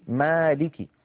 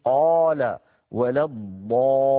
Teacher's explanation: والألف حرف مرقق لأنها مستفلة، ليست من حروف خص ضغط قص، ليست من حروف الاستعلاء، فهي مستفلة ومرققة. هذا الحرف بالذات الألف مرقق إن سبق بمرقق في نحو مالكي، وتفخم إن سبقت بمفخم في نحو قال ولا الضالين. إذن الألف من حيث التفخيم والترقيق تبع للحرف الذي قبلها.